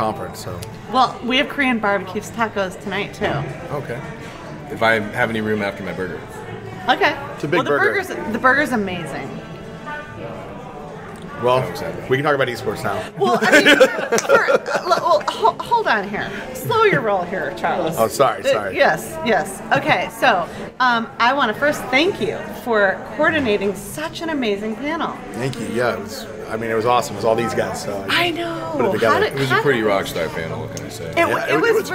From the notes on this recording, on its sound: Live From EsportsNext. Why having an opportunity to connect in real life in Chicago, was so special.